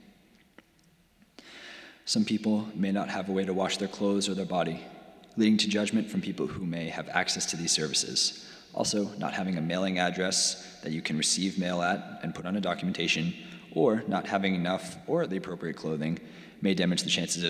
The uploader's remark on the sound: Sermons from Old South Church in Boston